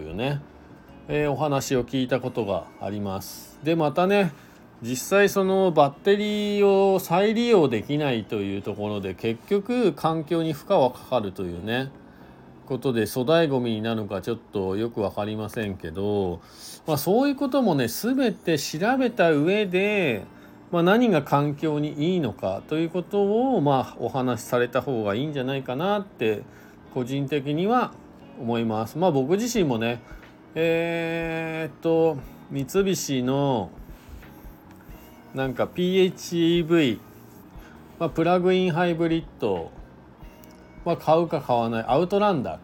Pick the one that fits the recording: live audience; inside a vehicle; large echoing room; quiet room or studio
inside a vehicle